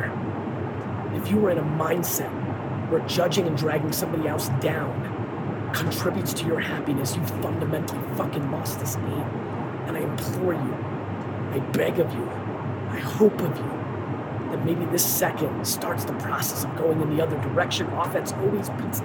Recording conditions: phone or laptop microphone